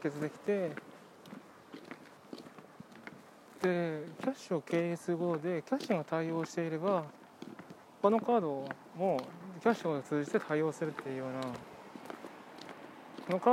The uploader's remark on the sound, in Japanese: 通勤時，バスを降りてから職場まで歩く時間に，iPad miniのボイスメモを回してみる。